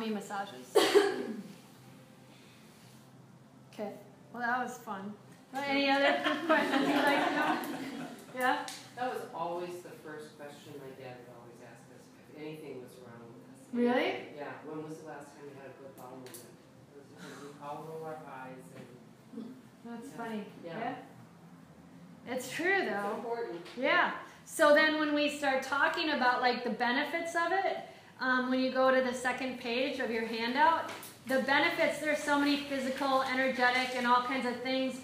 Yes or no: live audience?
yes